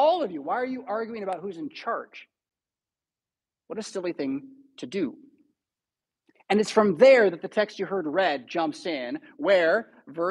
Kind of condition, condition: setting, large echoing room